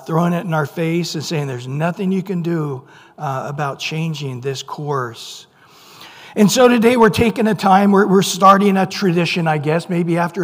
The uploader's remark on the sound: Recorded at Calvary Chapel of Los Alamitos on April 18 2023 on Sunday Morning Sermon.